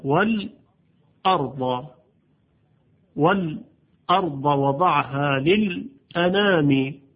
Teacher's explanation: در قرائت حمزه البته به بعضی از طرقش اینطوری میخونن، سکت میارن